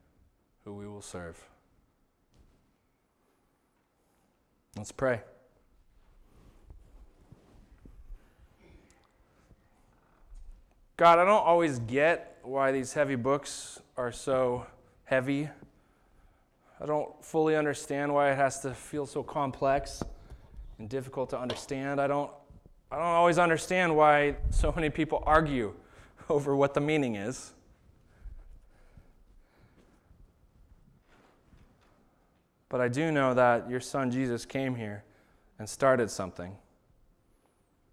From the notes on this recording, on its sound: This was the sermon that was preached at Shelton Church of the Nazarene on September 15th, 2019